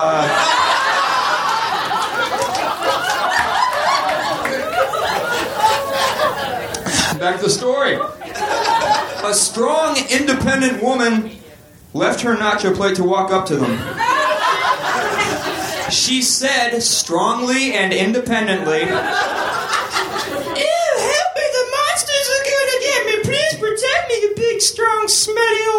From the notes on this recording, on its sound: Recorded June 26, 2014 at Union Hall in Brooklyn.